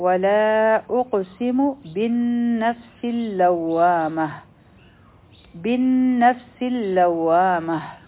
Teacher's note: نون مشدد دی غنا بکو او په لام باندې هم شد دی او په واو باندې